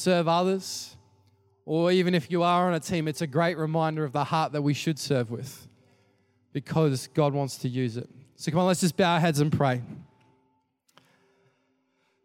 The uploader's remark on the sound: Recorded during our 5pm service on Sunday